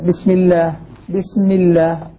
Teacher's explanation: لفظ الجلالة عند وصله بما قبله يكون في أوله ساكن